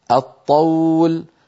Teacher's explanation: أدغمنا اللام في الطاء